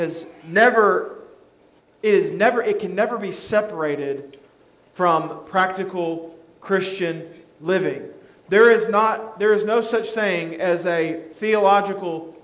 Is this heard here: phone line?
no